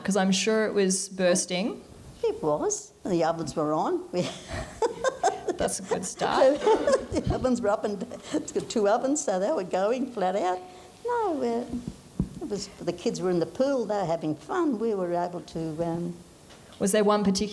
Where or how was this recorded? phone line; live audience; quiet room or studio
live audience